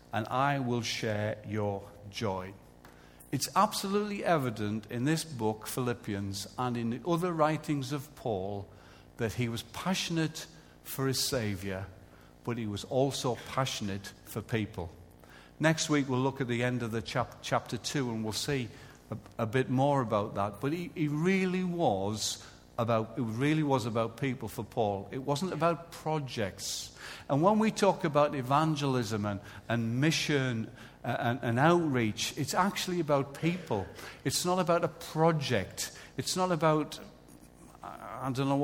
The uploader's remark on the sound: Recorded live at Life Church on Sunday 26th January 2014.